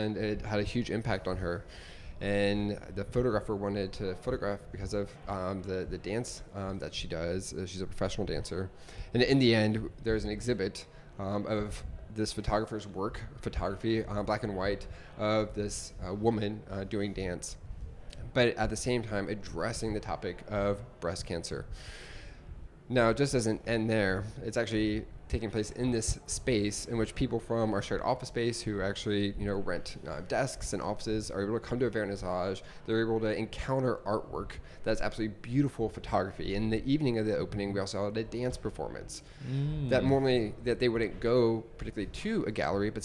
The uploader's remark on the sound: A Café Performance. Here in Japan.